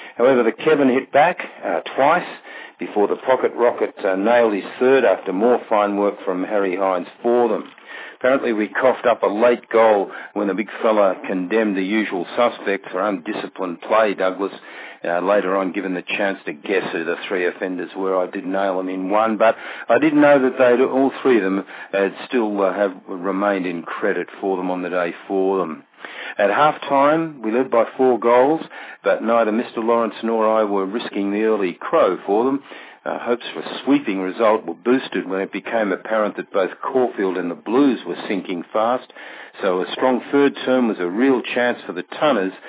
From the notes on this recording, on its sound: courtesy of live phone updates